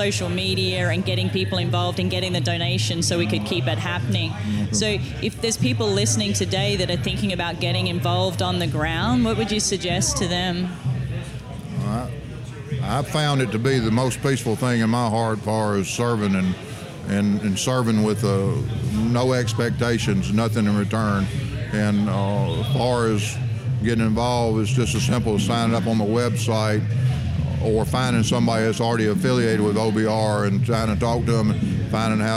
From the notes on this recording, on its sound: while we were at the Houston Livestock Rodeo World’s BBQ Championships